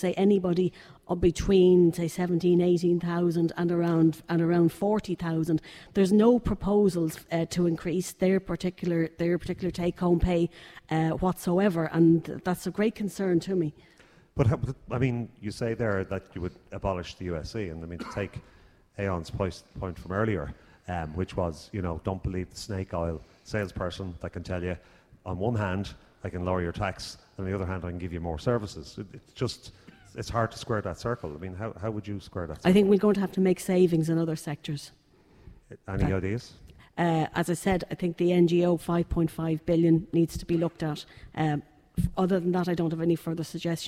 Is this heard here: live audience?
yes